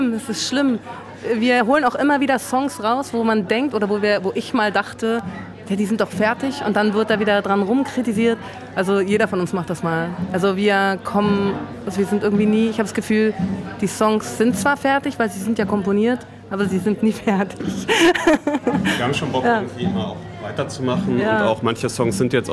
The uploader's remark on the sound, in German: Auf dem Torstraßen Festival interviewt.